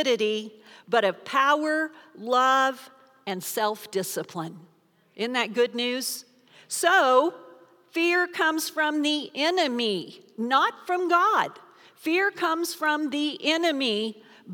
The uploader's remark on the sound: Recorded live during our Wednesday night service